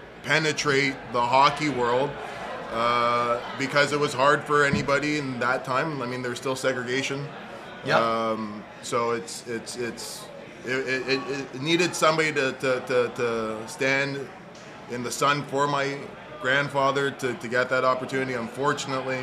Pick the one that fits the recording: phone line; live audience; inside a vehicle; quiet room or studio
live audience